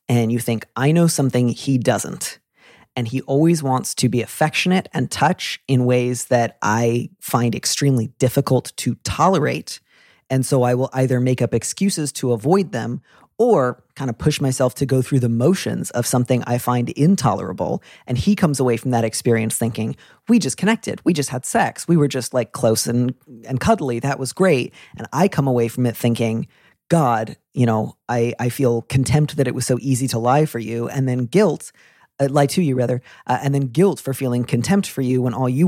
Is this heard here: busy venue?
no